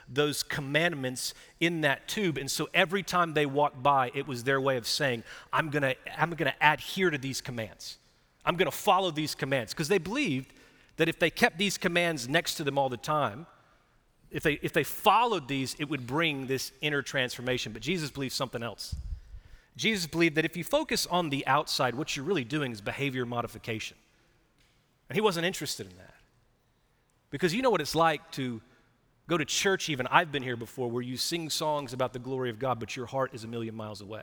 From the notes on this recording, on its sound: Recorded live at Brookwood church on 4.16.2023